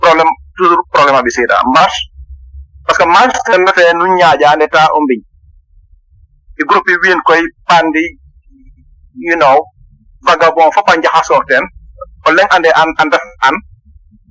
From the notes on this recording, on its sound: Medium : Audio recording. Our sincere apologies for the background noise.